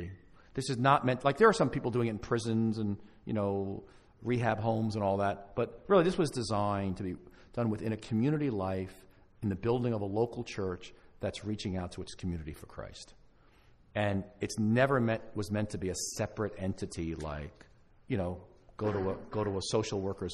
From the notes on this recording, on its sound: Live from the Reignite Conference in Toronto in November 2016